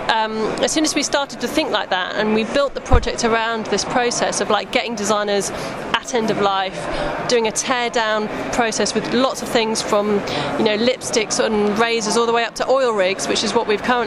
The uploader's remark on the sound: Out of the studio and on location this week for Resource Event at Excel, London